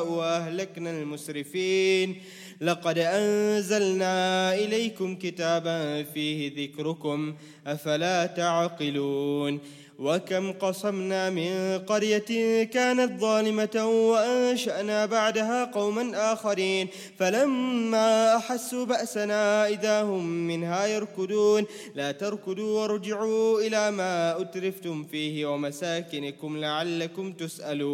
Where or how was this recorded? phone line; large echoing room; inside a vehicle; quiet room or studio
large echoing room